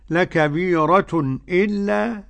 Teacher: لكبيرة إلا له التحقيق وله السكت من رواية خلف